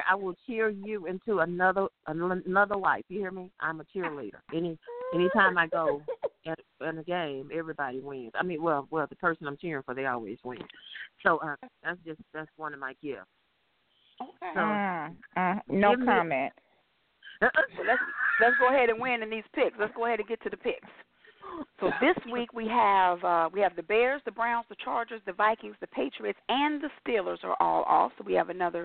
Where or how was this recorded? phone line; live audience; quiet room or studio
phone line